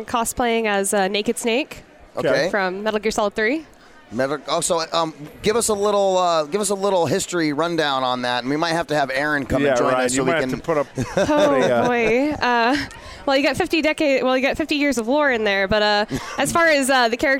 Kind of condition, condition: setting, busy venue